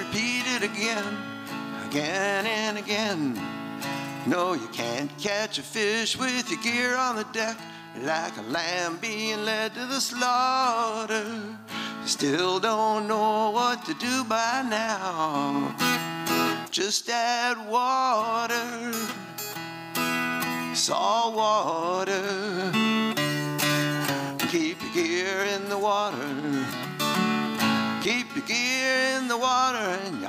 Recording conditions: live audience